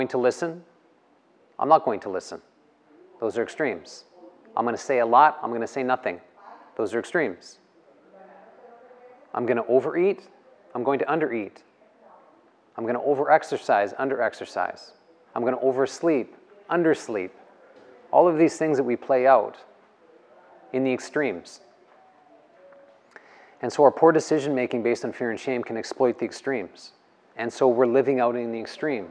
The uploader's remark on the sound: The live recorded lecture took place before a yoga practice at Peace Retreat in Los Pargos, Costa Rica in February of 2022.